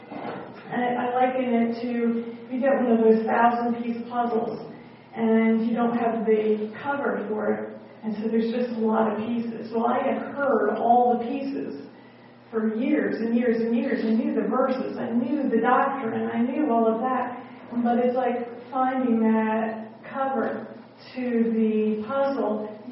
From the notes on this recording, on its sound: at the Grace Fellowship International Conference in Pigeon Forge, TN on March 8, 2014